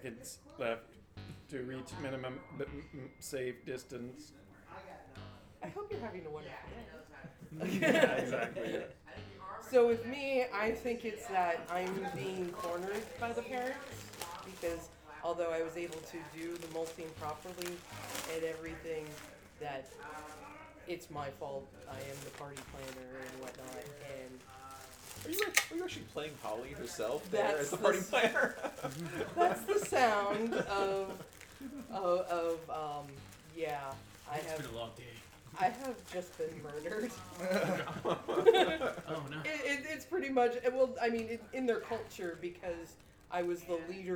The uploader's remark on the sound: Live from CondoCon.